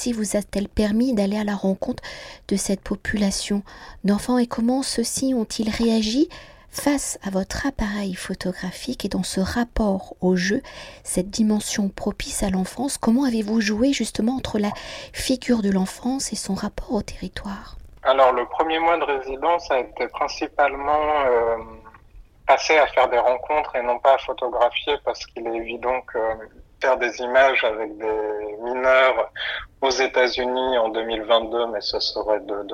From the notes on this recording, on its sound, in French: Par téléphone entre Marseille et Paris.